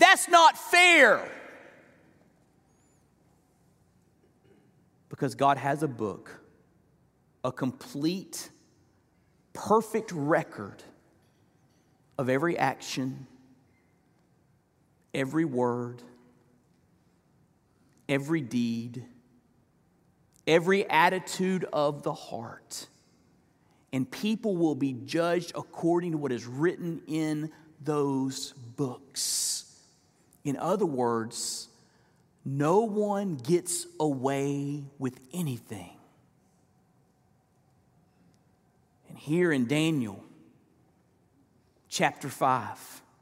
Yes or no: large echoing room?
yes